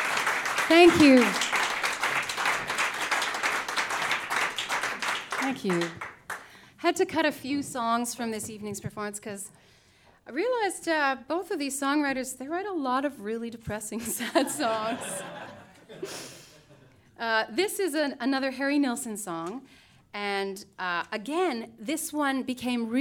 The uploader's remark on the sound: Recorded live, March 21, 2015.